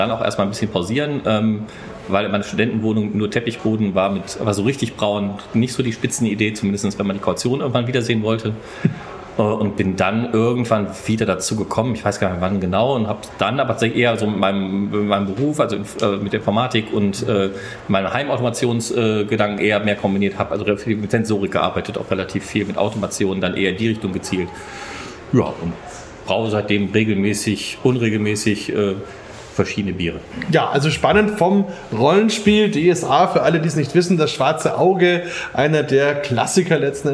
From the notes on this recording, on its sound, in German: Live vor Ort zur Bierköste 2023 in Neumünster. Im Teil 2 unseres Live-Talks von der Bierköste in Neumünster sprechen wir mit drei Hobbybrauern.